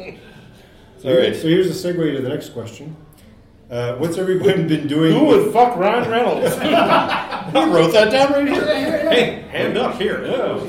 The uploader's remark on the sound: Episode 380 – Live from Keycon 2022